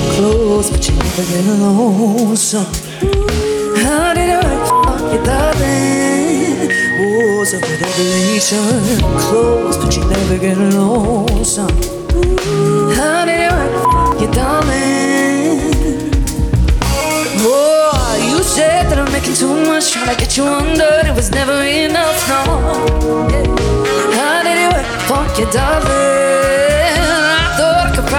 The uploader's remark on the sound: Live at Lazy Days Festival, The Zoo, Fortitude Valley on the 3rd of June 2023